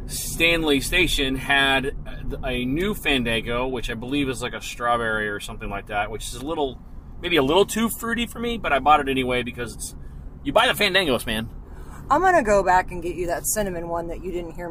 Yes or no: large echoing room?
no